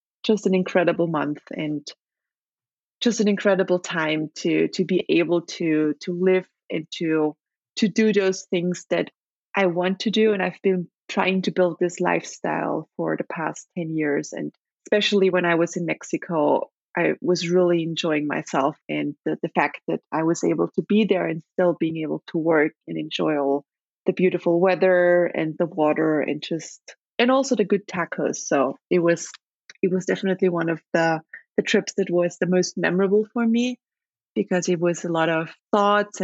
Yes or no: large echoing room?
no